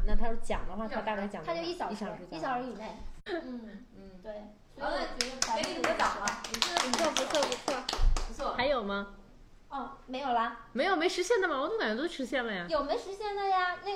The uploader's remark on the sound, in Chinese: 本期因收音设备开小差，音质或有些许瑕疵